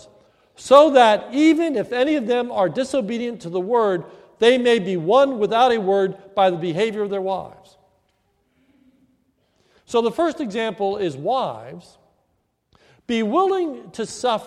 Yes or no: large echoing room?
yes